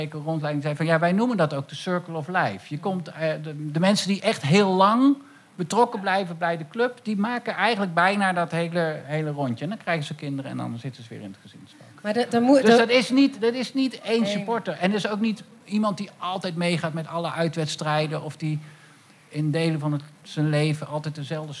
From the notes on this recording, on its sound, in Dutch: Live talkshow en podcast Ken Je Dat Niet Horen Dan? De show is maandelijks live te zien in Theater Walhalla in Rotterdam (Katendrecht).